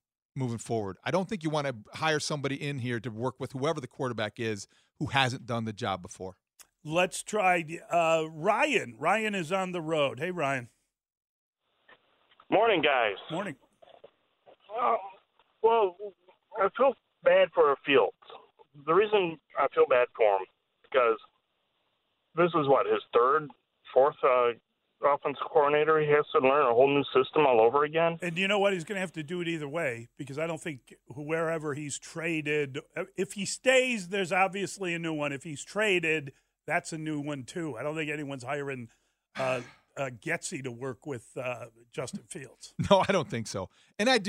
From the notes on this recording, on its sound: took calls from Score listeners